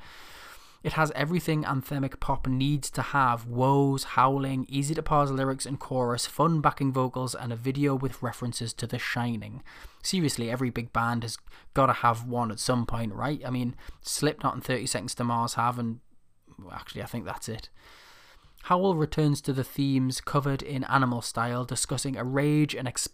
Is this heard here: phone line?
no